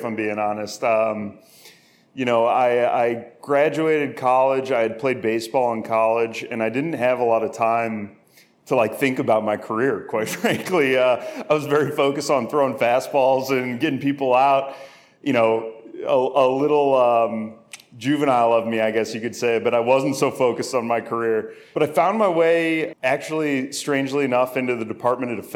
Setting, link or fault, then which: setting, busy venue